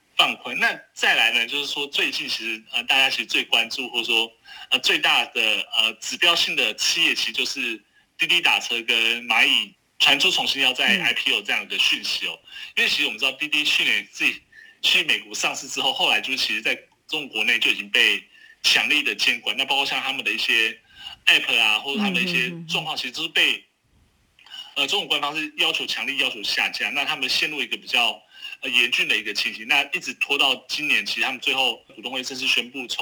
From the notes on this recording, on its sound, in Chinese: 連線訪問中央社駐上海記者